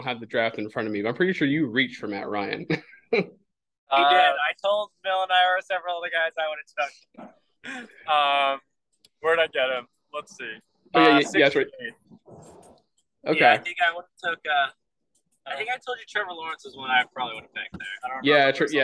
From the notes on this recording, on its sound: Super special Podcast+ featuring some really shitty car audio